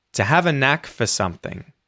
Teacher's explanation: to, a, and for all get reduced and speed up the sentence, make it sound a lot more natural when you say to have a knack for something instead of to have a knack for something.